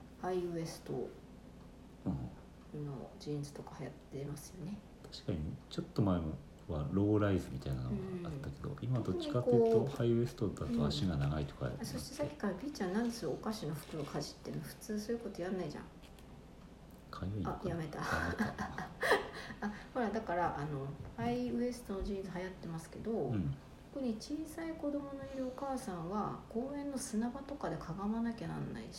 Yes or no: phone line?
no